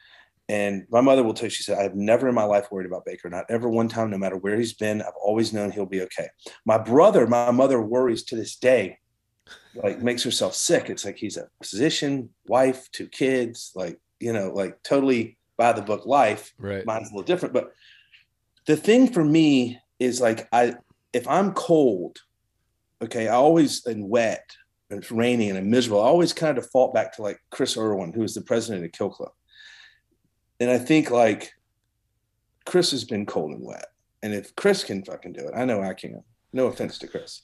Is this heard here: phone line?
no